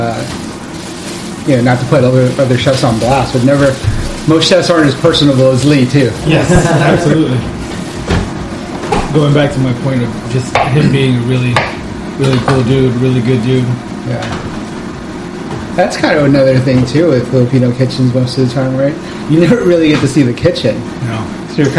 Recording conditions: sounds in the background